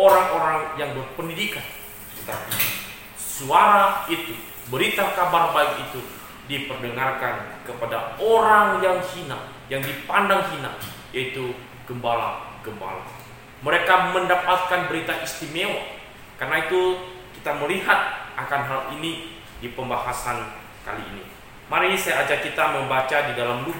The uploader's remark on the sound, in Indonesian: Jalan Kalimantan No.9. GSRI SINGKAWANG. Rekaman ibadah pemuda.